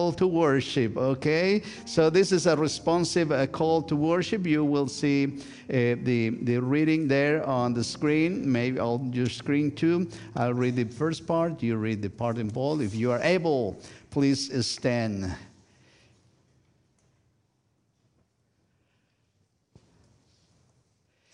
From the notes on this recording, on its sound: Sunday worship service of First United Methodist Church of Pacoima, recorded live on December 24, 2023. We are located at 12550 Van Nuys Blvd.